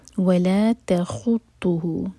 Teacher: تا لائٹ ہے خا اور تو ہیوی، تخطه بیمینک کیف کو ساکن کر کے رکیں گے تو کیف پر ہمس ہوگی، یعنی کہ ہم سانس جاری رکھیں گے.